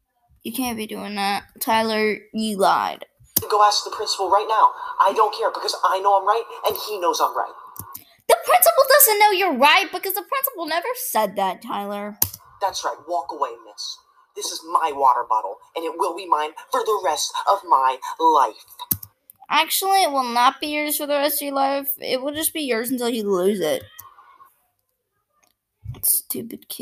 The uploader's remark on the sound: I'm sorry about the people in the background